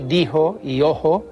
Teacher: aspiran también el antiguo sonido palatal fricativo She. Así se dice dijo y ojo, en lugar de dicho y ocho, que se decía en el español clásico, y dijo y ojo, que se dice en el español castellano. · Term: aspiración